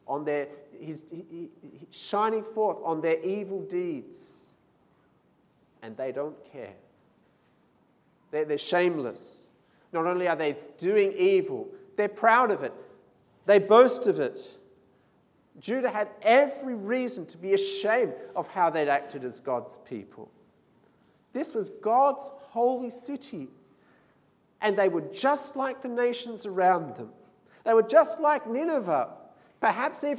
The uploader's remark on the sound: This sermon was preached at St Mary's Cathedral on 15th December 2019.